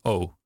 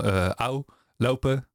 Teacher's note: Fonetisch is dat O. Er zit een verloop in. We noemen het daarom een tweeklank.